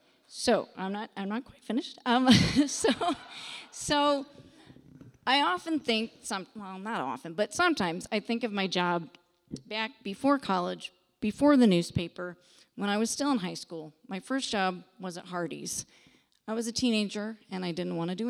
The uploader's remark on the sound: Bloomington-Normal community members shared their "Taking Care of Business" stories during the latest Next to Normal Story Slam on Nov. At the McLean County Arts Center.